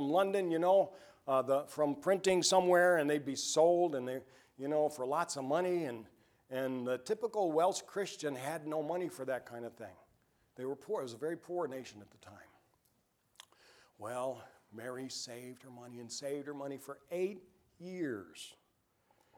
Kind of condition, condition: setting, large echoing room